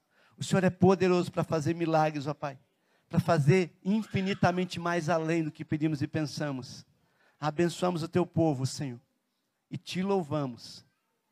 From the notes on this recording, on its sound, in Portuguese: na Igreja ABA Curitiba (Transmitido ao vivo)